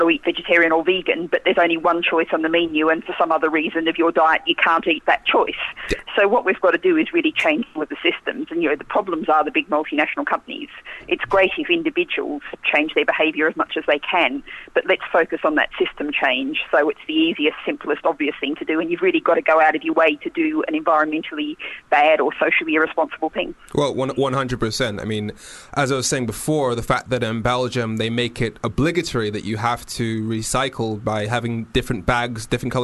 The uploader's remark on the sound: Was on the phone.